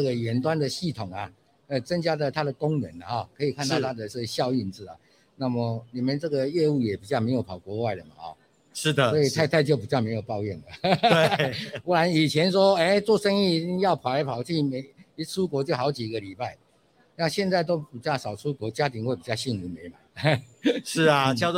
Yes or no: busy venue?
yes